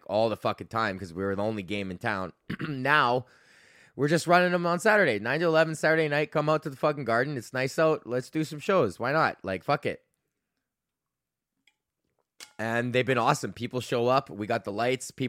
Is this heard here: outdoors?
no